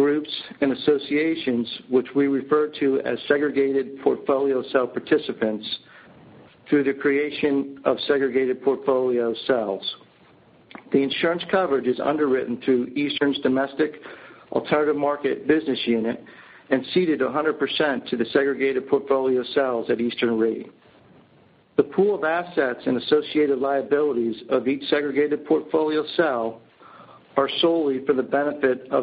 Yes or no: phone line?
yes